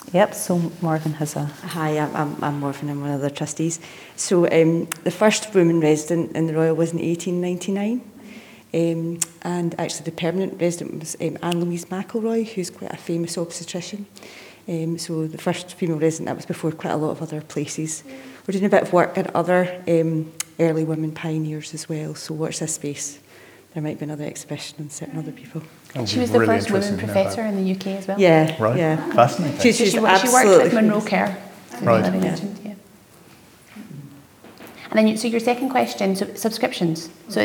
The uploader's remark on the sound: In our first ever live podcast recording. This conversation was recorded in front of a live audience in the museum at Glasgow Royal Infirmary.